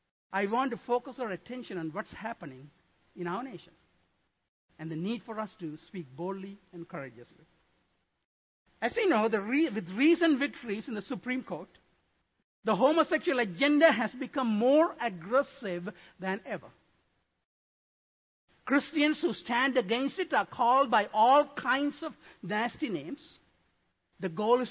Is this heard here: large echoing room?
yes